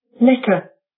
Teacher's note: 第一个单词 letter 重音在第一个音节 le 上面